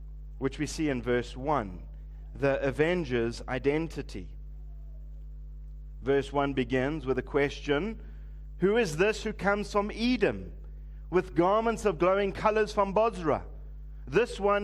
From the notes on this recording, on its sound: Preached at Living Stone Bible Church, on the 31st of December 2023